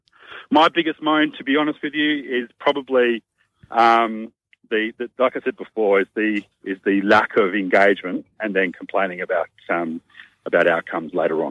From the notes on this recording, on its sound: In the studio the Team this week will be. These guests live on the phone.